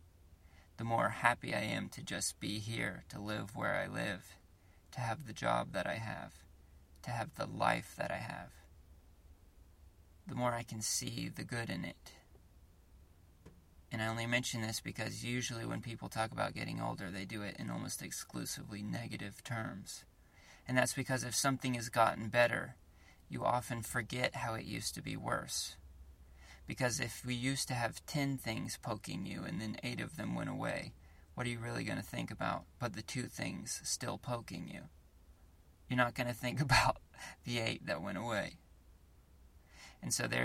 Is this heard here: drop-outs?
no